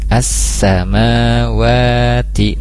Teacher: ada fathah berdiri di huruf mim dan di huruf wawu, jadi dua-duanya itu dipanjangkan dua harkat